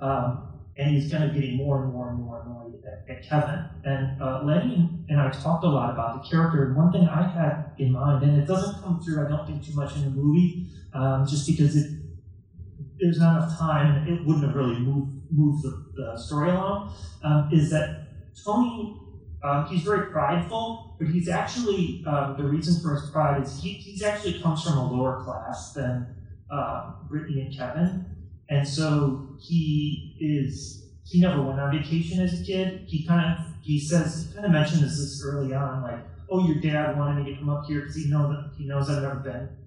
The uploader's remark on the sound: Recorded live at the Little Theatre in Rochester, NY. The sound quality is not perfect.